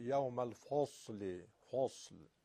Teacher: یوم ال یو یو یوم نیست، یو یوم الفصلی، حرف فصل فا در نزد صاد، ف باید نازک ادا بشه، صاد باید درشت، ترقیق فا در کنار تفخیم صاد نشه یوم الفصلی فصل، یعنی به خاطر صاد ما ف رو هم بخوایم درشت بگیم، نه.